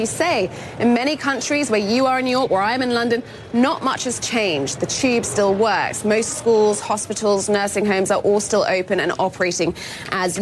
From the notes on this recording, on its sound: live from the New York Stock Exchange